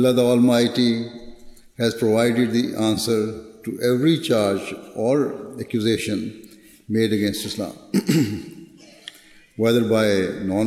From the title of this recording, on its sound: Address at the National Waqfat Nau Ijtema UK 2019